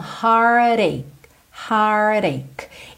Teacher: você vai ter enrolado a língua pro R do har e já vai pro rararã desse T